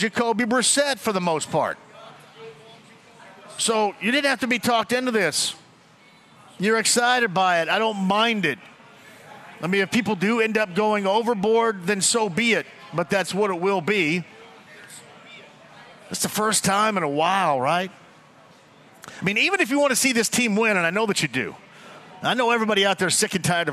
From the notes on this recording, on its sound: live today from Eddy’s Sports Pub in Noblesville